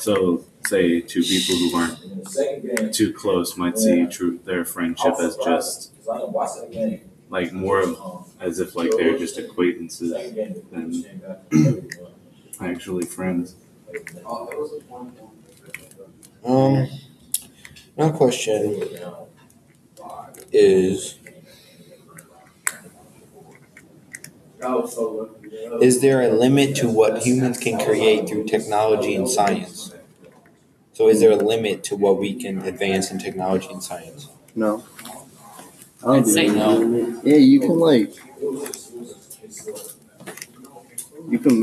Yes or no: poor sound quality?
yes